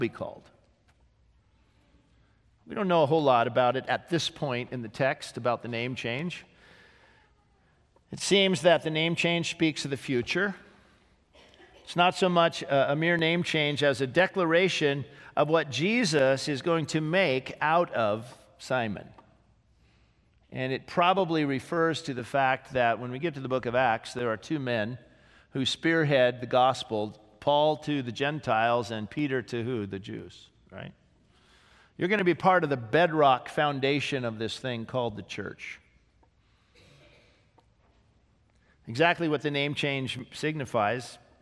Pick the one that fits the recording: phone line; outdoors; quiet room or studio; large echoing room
large echoing room